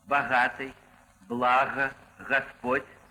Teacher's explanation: Длительный «г», то есть «га», который можно назвать звонким «ха», может произноситься наряду с «ге» взрывным в некоторых словах, очень немногих.